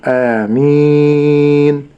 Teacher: فحفص لا يمد البدل ولكنه يقصر البدل